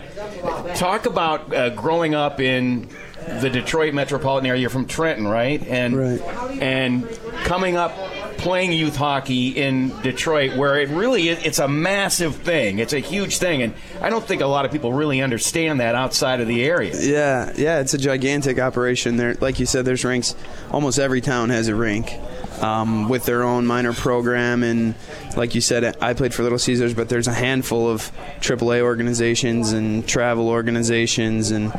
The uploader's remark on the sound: Live from Swifty's in Utica NY